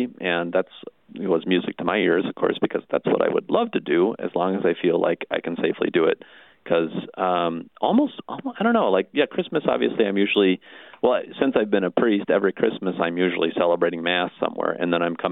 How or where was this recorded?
phone line